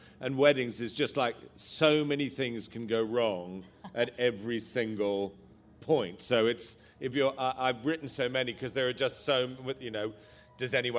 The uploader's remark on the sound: Live from Latitude. Brings you the highlights of our live events from the literature tent at Latitude festival.